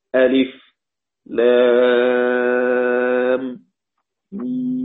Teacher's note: يعني يقف ألف ثم يسكت، لام ثم يسكت، ميم ثم يسكت. طب سيصل ميم بما بعدها، يسكت على ميم أيضا، ميم. · Term: السكت